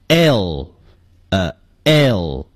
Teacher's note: 这个结尾这个 L，就这个音呢是前屈唇音，嘴唇要稍微向前撅，同时还要收拢一下